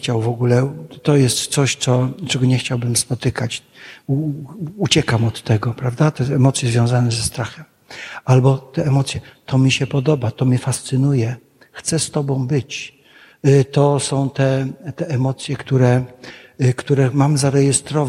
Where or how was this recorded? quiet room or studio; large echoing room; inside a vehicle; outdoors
large echoing room